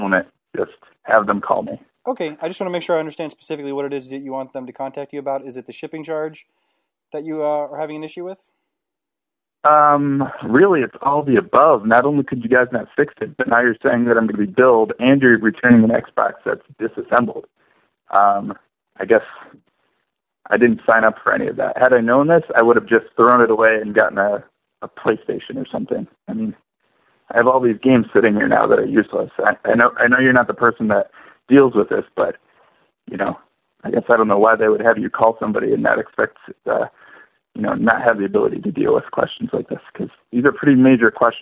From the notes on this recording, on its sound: Prank Phone Calls